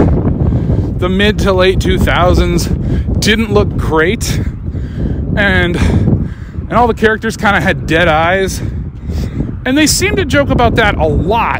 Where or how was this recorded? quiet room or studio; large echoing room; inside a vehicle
inside a vehicle